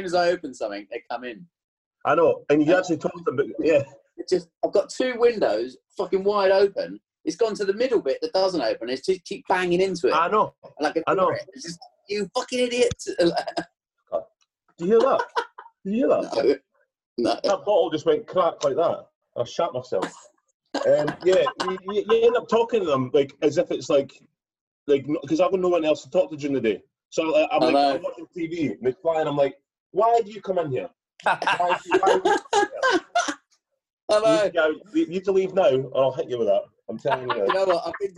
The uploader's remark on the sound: on their zoom pod